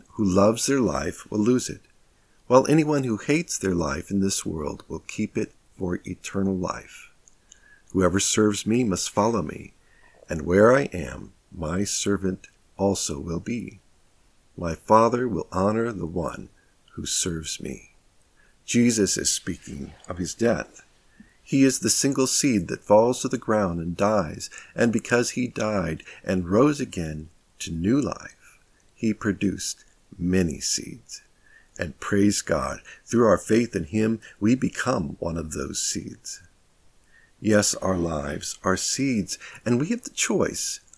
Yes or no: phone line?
no